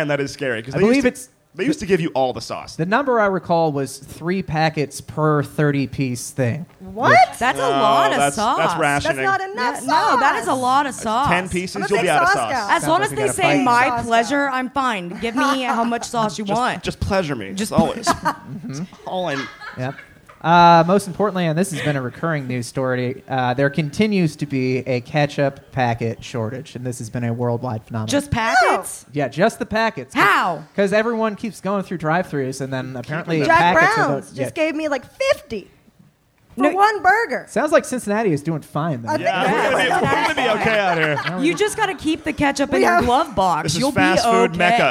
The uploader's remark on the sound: This live talk show is recorded in front of a human audience. At Chameleon in Northside, Cincinnati.